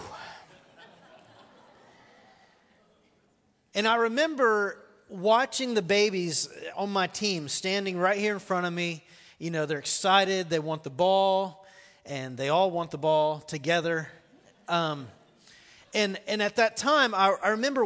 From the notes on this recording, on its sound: 3rd message of the sermon series "The Gospel of Mark" at The Fellowship. Recorded live on March 24, 2019.